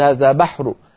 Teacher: فبدأ من يقول هذا بحر هكذا مرفوعة يقول هذا بحر، فبدأ صوته ينخفض قليلا عند الوقف